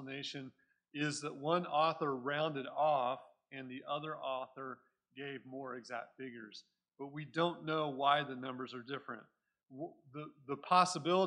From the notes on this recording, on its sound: Recorded at Cornerstone Church in Mesa, AZ